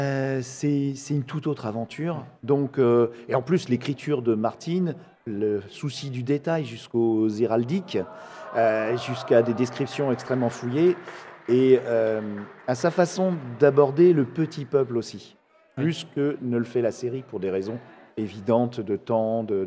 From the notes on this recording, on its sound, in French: Cet épisode a été enregistré dans les conditions du live pendant le festival du podcast, Podrennes. Cela s’entend dans les bruits de fond du podcast, mais cela ne le rend que plus vivant.